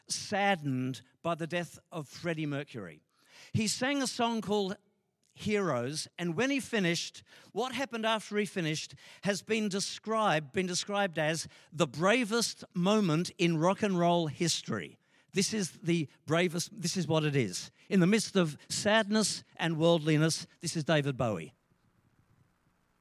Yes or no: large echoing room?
yes